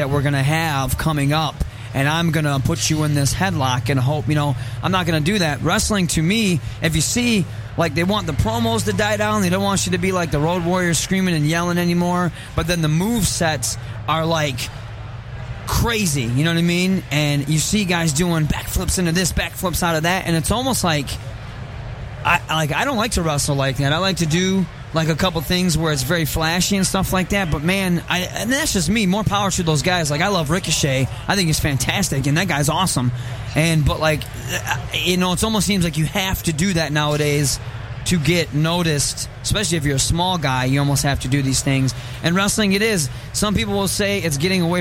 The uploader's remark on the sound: Live From Motor City Comic Con